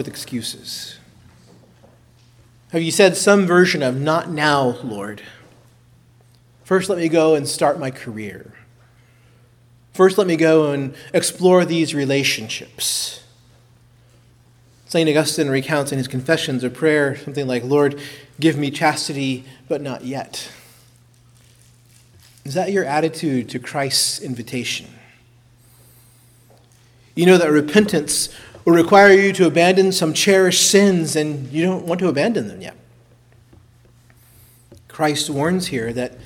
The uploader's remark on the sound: preached at Christ Our Savior Baptist Church